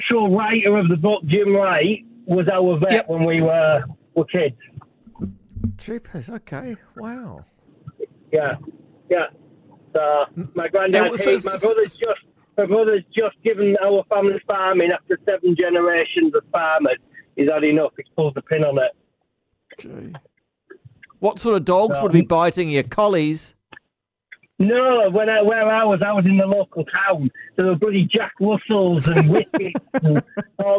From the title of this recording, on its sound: Caller of the night